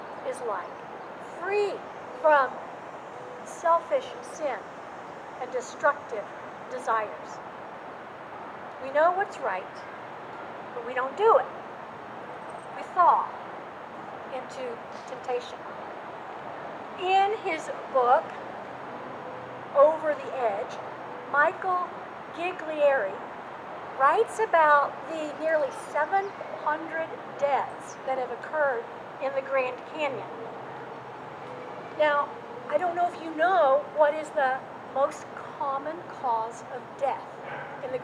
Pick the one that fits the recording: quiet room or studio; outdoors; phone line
outdoors